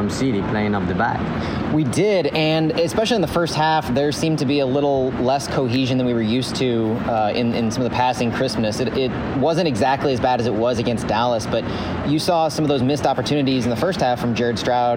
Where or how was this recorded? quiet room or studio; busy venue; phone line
busy venue